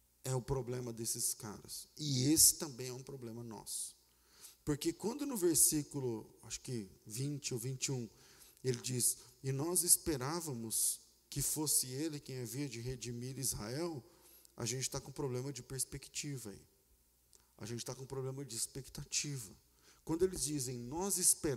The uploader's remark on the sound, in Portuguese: Culto ao vivo